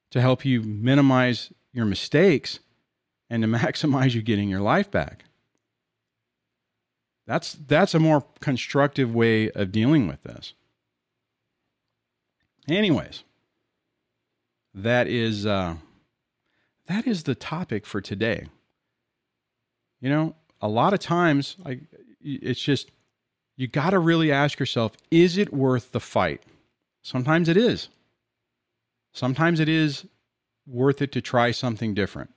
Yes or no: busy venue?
no